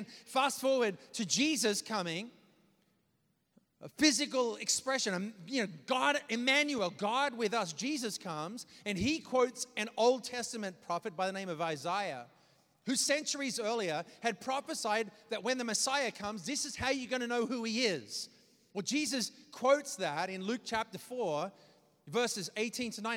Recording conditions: large echoing room